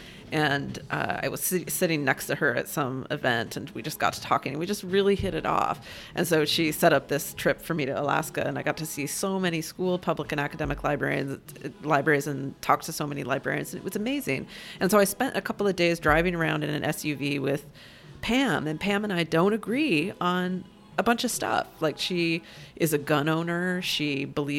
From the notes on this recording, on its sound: This conversation was recorded at Gebhard's Beer Culture Bar. This conversation was recorded at Gebhard's Beer Culture Bar.